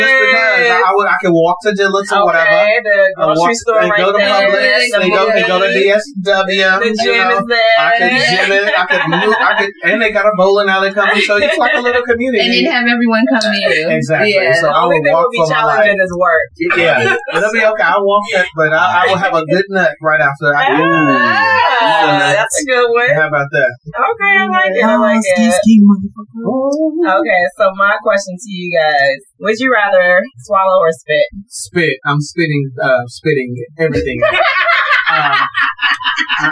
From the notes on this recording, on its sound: This episode had some technical difficulties with the sound. WOPV Entertainment podcast recording studio here in Atlanta.